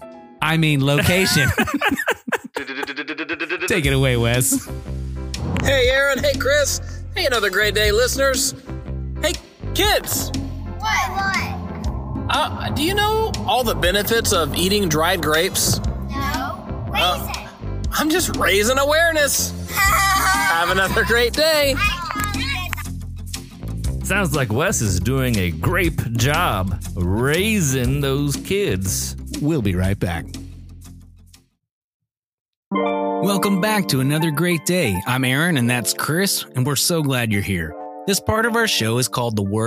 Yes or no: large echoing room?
no